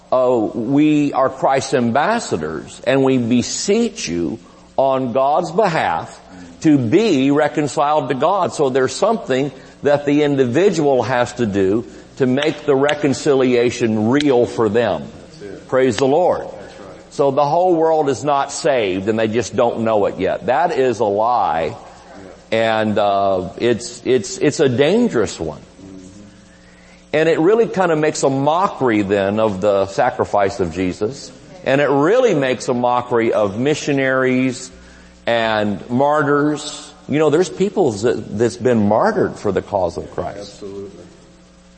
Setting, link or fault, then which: setting, large echoing room